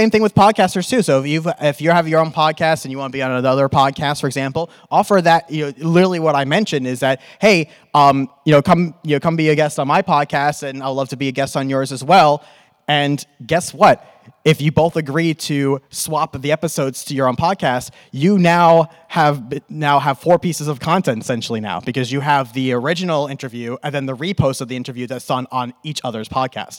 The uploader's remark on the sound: (NAMM 2024). In this riveting panel at the NAMM Show we discuss starting your own podcast and how to reach podcasters.